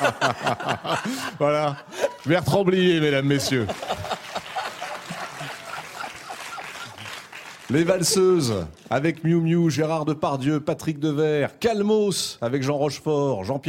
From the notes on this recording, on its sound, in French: Une nouvelle émission depuis le Festival de Cannes.